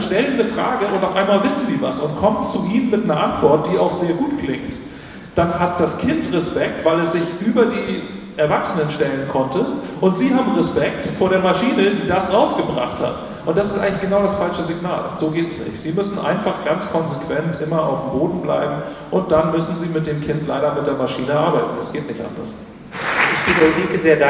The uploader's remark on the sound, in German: Aufgrund des umfangreichen Schatzes an Mitschnitten des Bühnengeschehens und Interviews am Rande der Veranstaltung habe ich einen Zweiteiler aus diesem Event gemacht. Pauseninterviews mit Zuhörern.